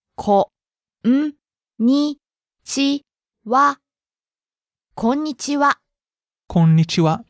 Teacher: It's not konnichiwa, it's konnichiwa. You really have to hit the N sound in there, the N syllable before ni.